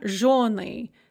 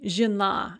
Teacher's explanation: that yo in жены, when it is not stressed, becomes a ye, and that ye is pronounced as an e